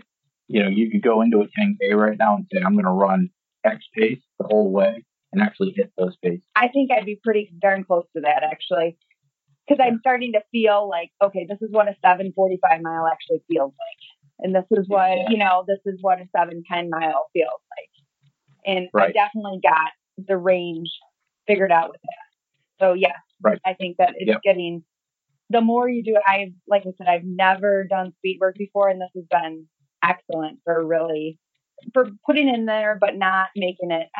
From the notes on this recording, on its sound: After we were done with the first one I found that it had an awful digital click in it that would make you crazy, so I interviewed her again. The bad news is that in order to get the click out they really had to step on the audio so the resultant quality is not so great. You’ll find it a bit clipped and roboty sounding in places.